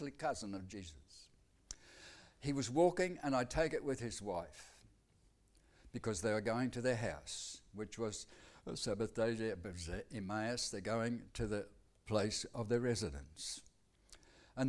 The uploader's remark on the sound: Audio sermon recorded live at Annual Family Church Camp 2020 at Phillip Island, Victoria, Australia.